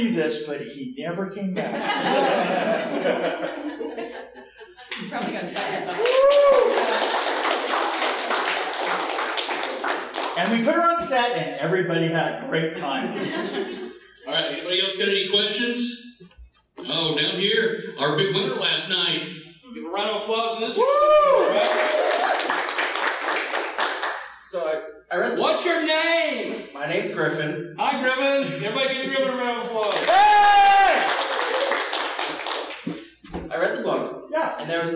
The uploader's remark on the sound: Q&A Live from Bride of Frankencon